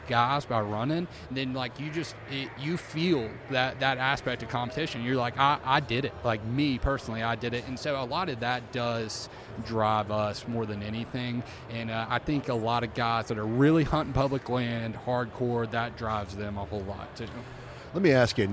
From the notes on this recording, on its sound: we are on location at the Delta Waterfowl Expo in Little Rock